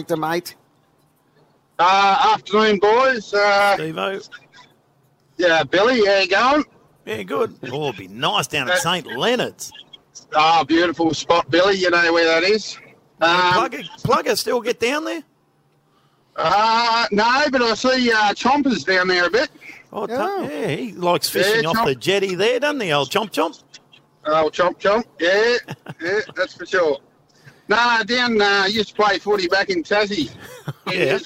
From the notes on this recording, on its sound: LIVE FROM IKON PARK. Ahead of the Charity Shield Game between Richmond and Collingwood. In the commentary box.